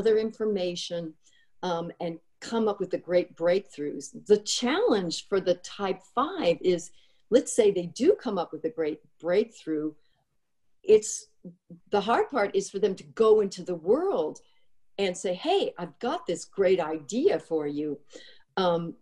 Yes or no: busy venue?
no